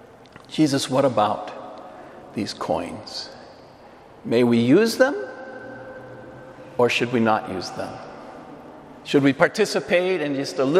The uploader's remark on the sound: Homily delivered to the Saint Francis Catholic Community in Cuenca, EC.